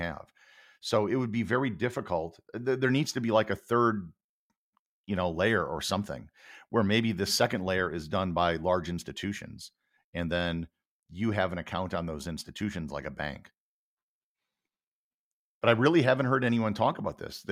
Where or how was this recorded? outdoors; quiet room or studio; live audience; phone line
quiet room or studio